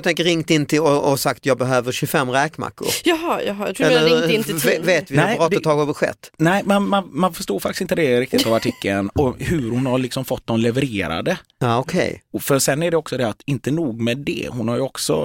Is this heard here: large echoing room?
no